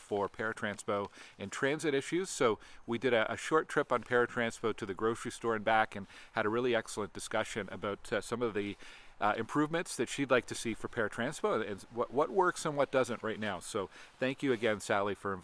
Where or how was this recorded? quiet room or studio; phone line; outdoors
outdoors